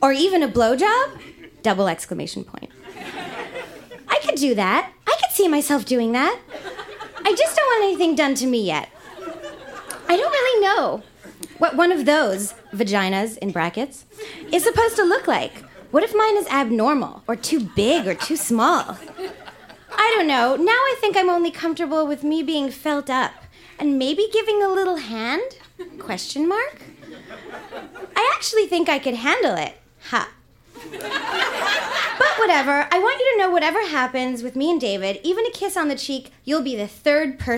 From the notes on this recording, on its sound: Recorded live at La Vitrola in Montreal, QC.